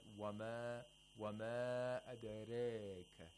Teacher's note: He did taqalil on the ra, which is a sign of warsh